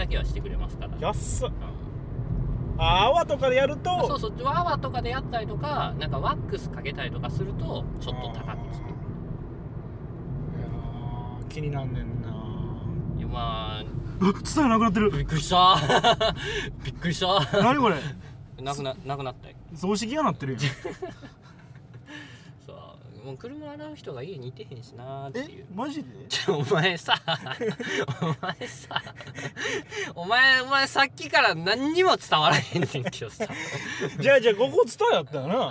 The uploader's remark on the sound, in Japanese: 撮って出しのおまけ配信。ぐちゃラジの車窓から。